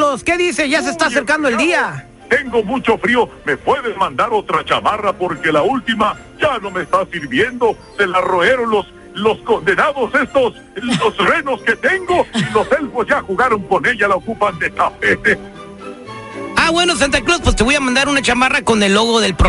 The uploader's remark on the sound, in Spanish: llamo por telefono